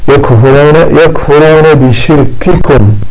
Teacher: الكاف شديدة والتاء شديدة وينبغي أن تراعى شدتهما